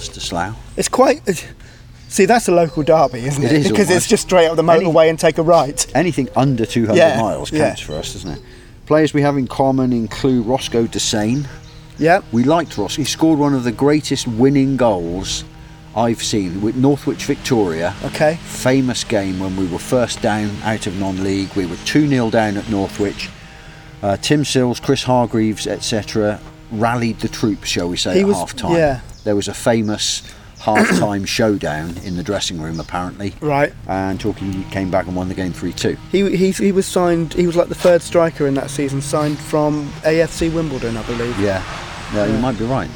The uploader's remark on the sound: Sitting outside in the sunshine in Babbacombe while the birds sing their songs around them. With added birdies, of course.